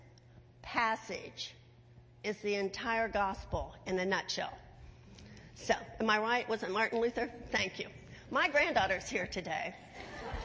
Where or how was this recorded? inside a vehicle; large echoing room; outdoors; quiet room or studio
large echoing room